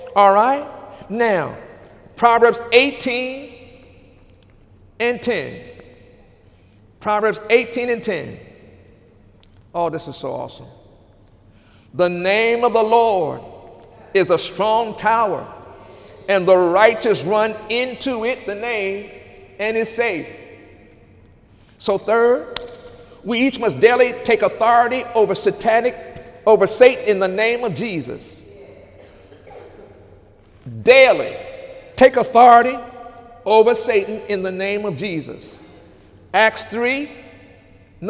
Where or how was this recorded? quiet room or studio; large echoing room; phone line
large echoing room